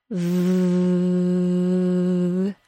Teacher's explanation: I can hold the V sound because I never fully stop the air from leaving my mouth. The V sound is created by using continuous friction.